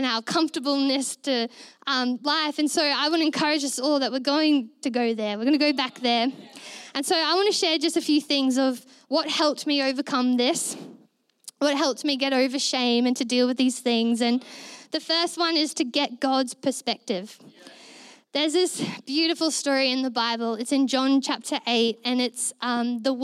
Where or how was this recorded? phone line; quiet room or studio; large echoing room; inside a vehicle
large echoing room